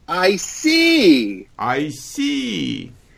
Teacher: So notice I hit it high and then I drop. It's not I see. · Term: high E